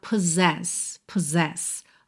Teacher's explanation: Aqui é interessante reparar nessa palavra possess, que esses dois S do meio vão ter som de Z.